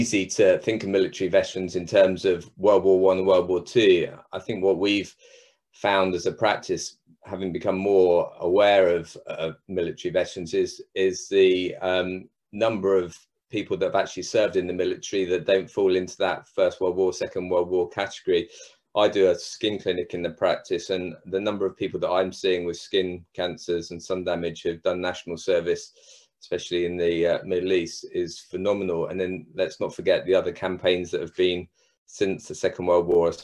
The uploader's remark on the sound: A recording from the Supporting Veteran Health in Primary Care webinar on 26th January 2021.